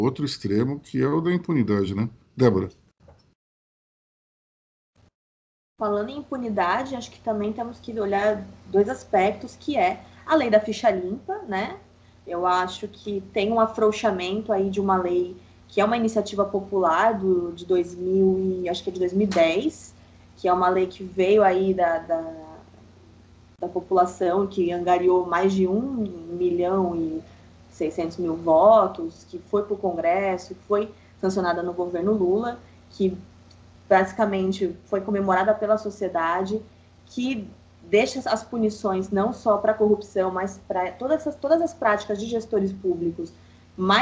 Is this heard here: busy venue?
no